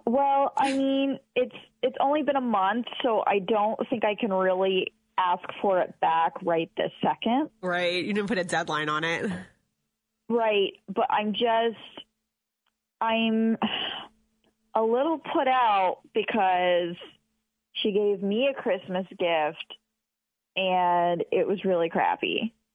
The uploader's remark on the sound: called in with a question